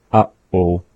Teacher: Take English, for example, when we say uh-oh, that the pause in that is happening after the first uh and before oh